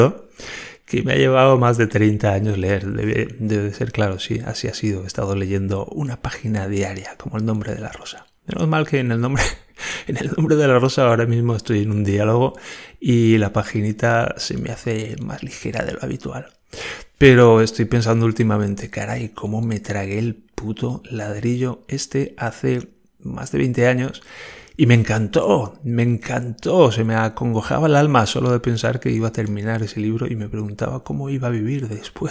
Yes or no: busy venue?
no